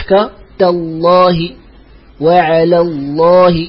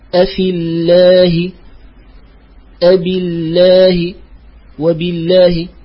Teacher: فاللام من لفظ الجلالة تفخم إذا وقع قبلها حرف مفتوح أو مضموم · Shown in: first take · Term: وفخم اللام